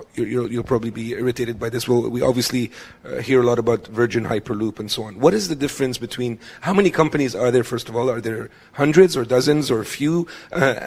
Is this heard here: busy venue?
yes